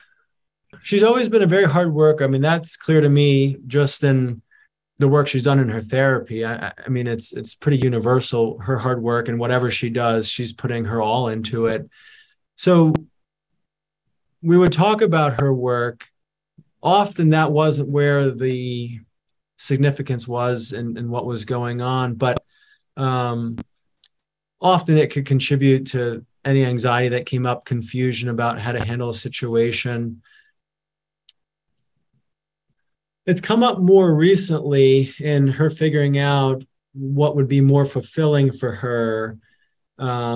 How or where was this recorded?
video call